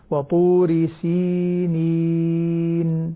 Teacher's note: مهمة جدا هنا تحقيق مد الياء حتى نتمكن منها جيدا. وطور سينين، أنت قرأتيها صحيحة بس أريد أن تحرريها في المخرج بشكل أدق.